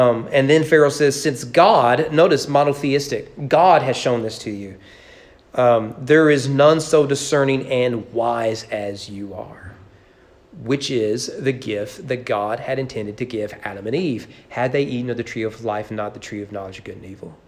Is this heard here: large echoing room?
yes